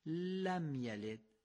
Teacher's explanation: باید این لام رو یه ذره صدا کشی بکنیم لم یلد تا خود به خود درست گفته بشه.